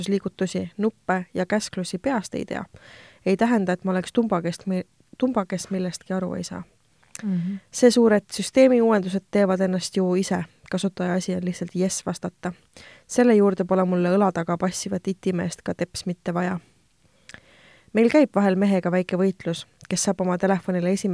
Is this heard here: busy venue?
no